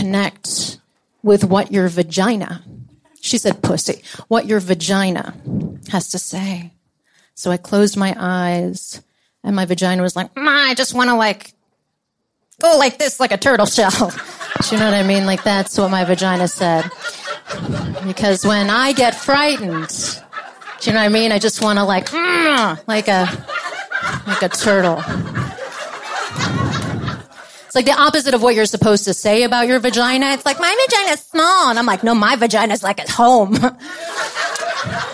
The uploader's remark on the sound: Party in LA. Clit Talk's live event, celebrating the show's global launch, brought 150 people together.